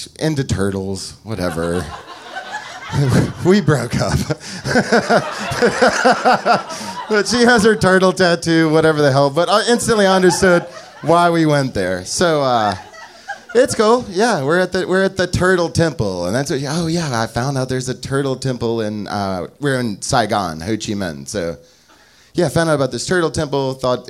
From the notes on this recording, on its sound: Recorded live at Amurica.